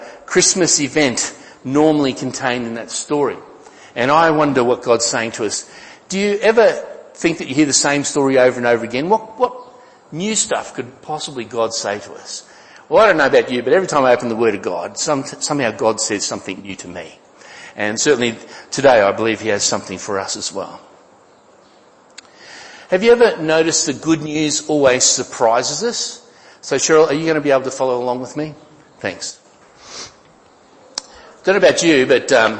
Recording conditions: large echoing room